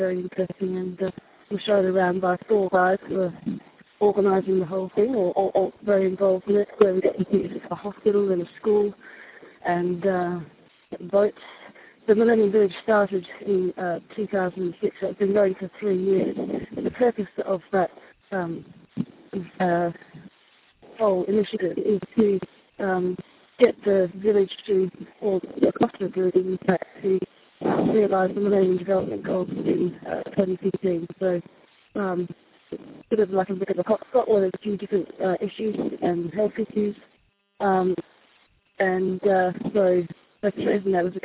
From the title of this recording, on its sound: First report via satellite phone from Africa